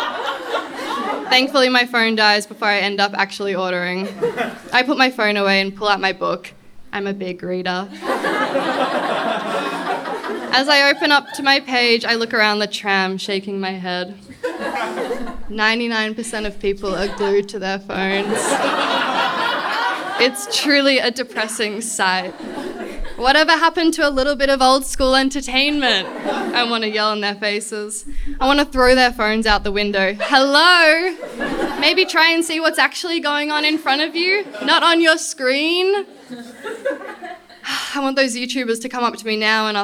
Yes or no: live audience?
yes